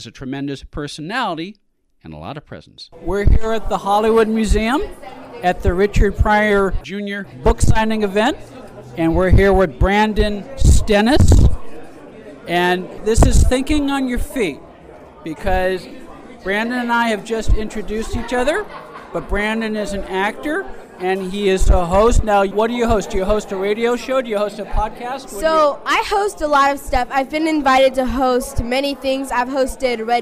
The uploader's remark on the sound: Live from The Hollywood Museum. Via remote from The Hollywood Museum.